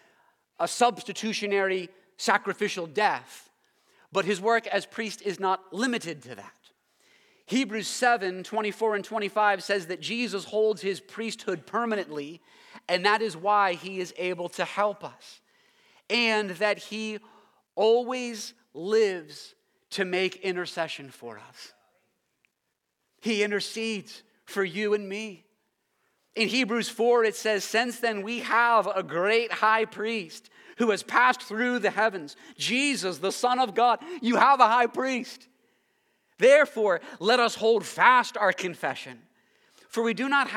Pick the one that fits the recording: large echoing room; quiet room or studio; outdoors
large echoing room